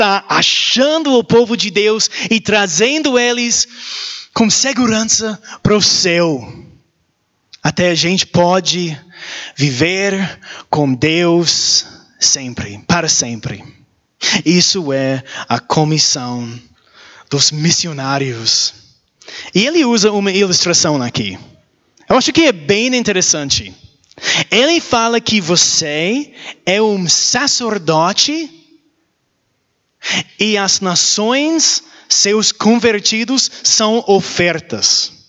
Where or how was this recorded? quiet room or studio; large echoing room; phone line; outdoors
large echoing room